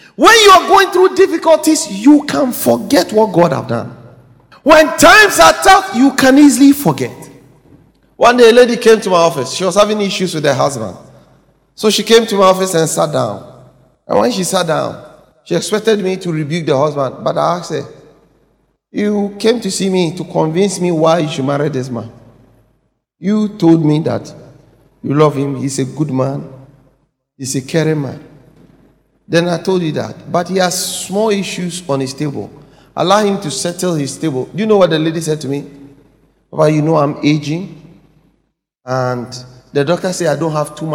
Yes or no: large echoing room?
yes